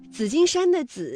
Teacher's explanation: 紫金山的紫是平舌音姿加上韵母一，读音呢为三声